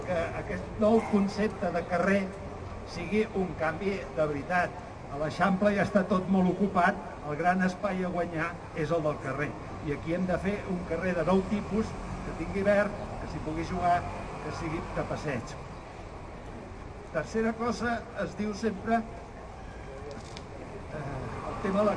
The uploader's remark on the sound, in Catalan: Xerrada al Mercat de Pagès del dissabte 5/12/2020